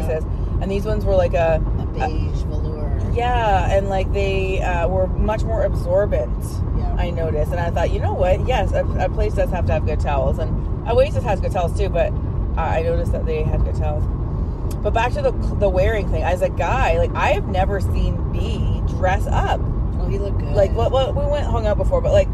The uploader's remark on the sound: Chatting in the car leaving X Club sex club for the first time. Natural girl talk in the car leaving a new sex club (nightclub style).